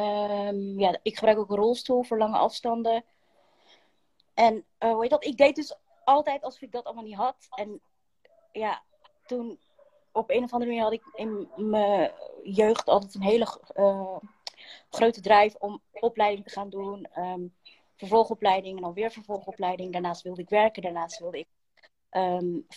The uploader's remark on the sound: Instagram Live